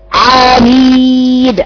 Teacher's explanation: حرف جهر، بمعنى ان عند قراءتي للنون لا يخرج فيها نفس او يجري فيها هواء